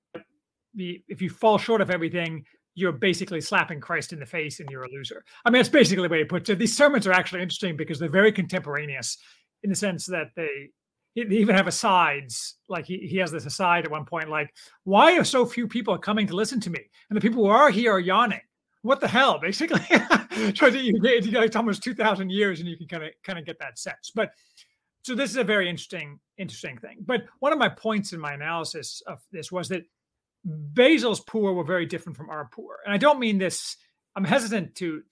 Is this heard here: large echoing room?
no